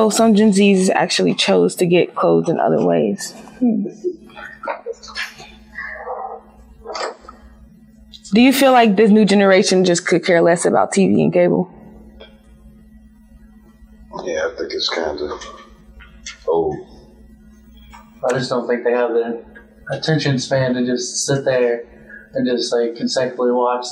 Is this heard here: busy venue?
no